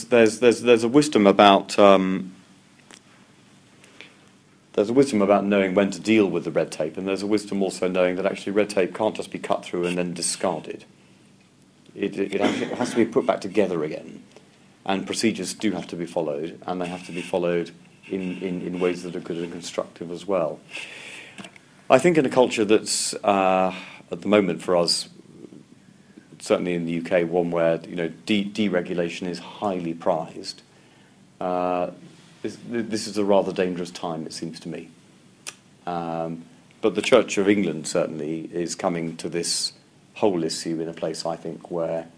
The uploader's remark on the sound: Lecture, delivered at St Mark's National Theological Centre.